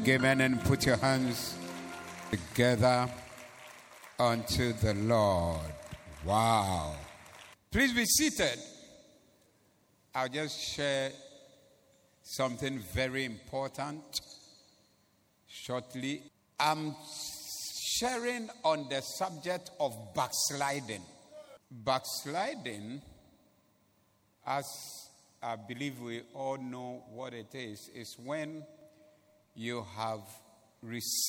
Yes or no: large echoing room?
yes